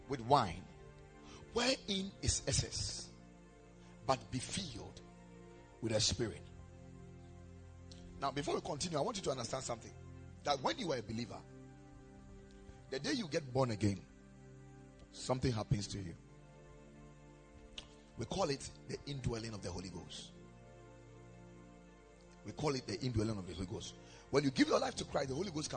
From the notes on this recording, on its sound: Preached at the Ekklesia Chapel